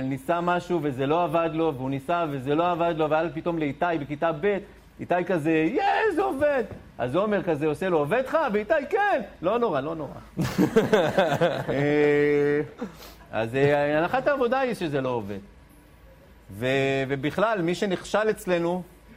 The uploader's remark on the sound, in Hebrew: באירוע לייב. הפרק הוקלט במסגרת אירועי "ערב שכולו חינוך" במועצה אזורית דרום השרון.